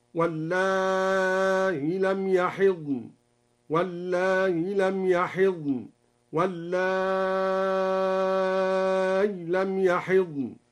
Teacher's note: قرأ بحذف الياء وتسهيل الهمزة مع المد والقصر أو الياء الساكنة مع المد: والله لم يحضن، والله لم يحضن، والله لم يحضن.